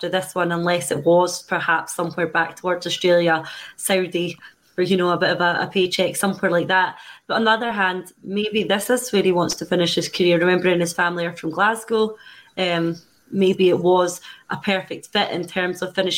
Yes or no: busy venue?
no